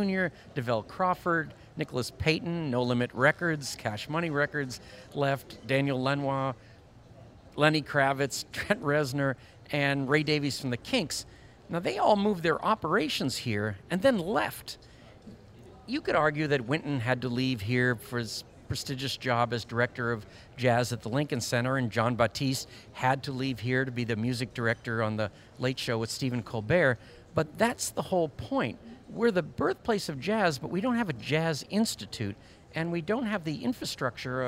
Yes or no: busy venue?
yes